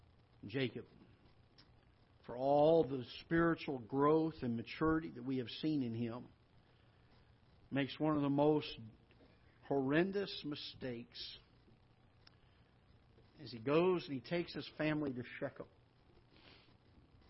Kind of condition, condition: setting, large echoing room